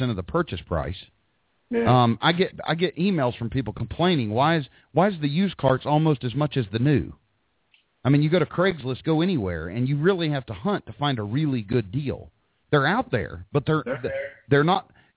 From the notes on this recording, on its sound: We take live hot dog vendor and street food vendor callers